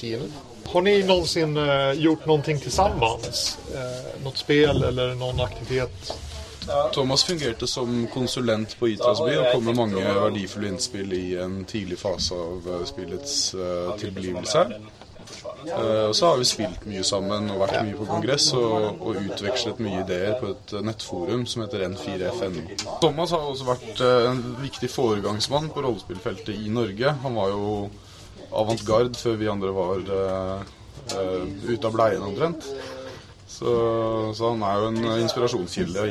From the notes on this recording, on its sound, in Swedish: När jag var på Holmcon spelade jag in ett samtal. Vi satt på verandan med ett gäng brädspelare, det blåste rejält, ljudkvaliteten är med andra ord fruktansvärd.